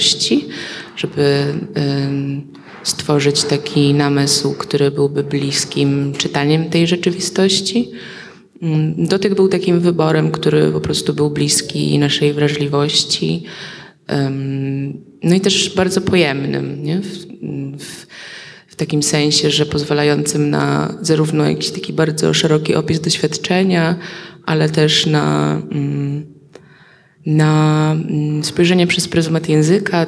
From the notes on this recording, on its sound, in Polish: Nagranie: Pałac Potockich w Krakowie podczas (po)wolnej soboty organizowanej przez spółkę Kraków5020. Nagranie: Pałac Potockich w Krakowie podczas (po)wolnej soboty organizowanej przez spółkę Kraków5020.